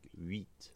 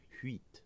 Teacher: there are some French speakers, particularly in Paris, who devoice this initial H · Shown in: second take · and say huit.